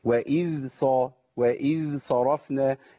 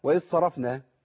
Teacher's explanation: الذال لابد من بيان رخاوه الذال فيها · Shown in: first take